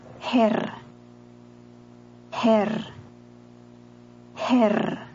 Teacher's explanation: Herr. The Swiss R is trilled.